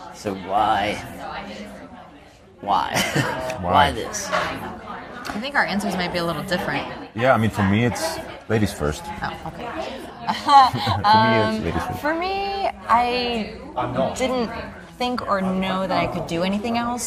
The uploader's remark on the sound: C2C AT BENDFILM FESTIVAL 2019. This month we're sharing some of the live-streamed interviews we captured at BendFilm Festival this past October. As this was our first attempt at live-streaming an event, these bonus episodes are a little rougher around the edges than usual.